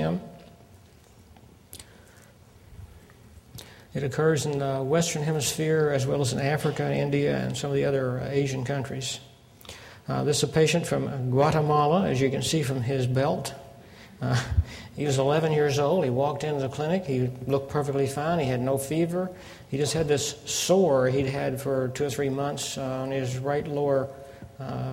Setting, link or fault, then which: setting, large echoing room